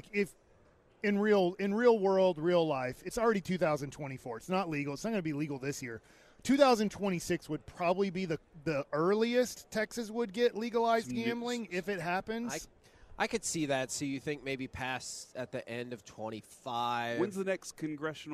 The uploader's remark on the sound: LIVE from Radio Row in Las Vegas!